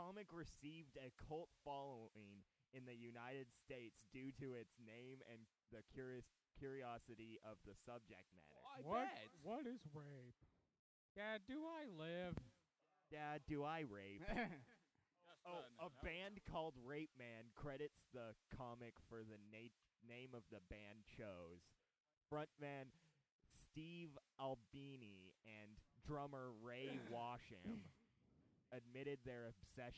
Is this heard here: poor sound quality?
yes